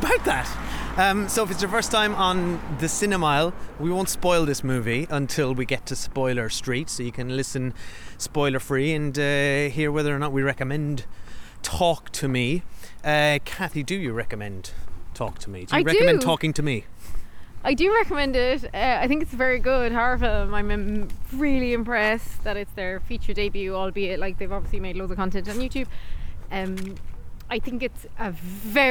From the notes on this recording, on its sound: We walk and talk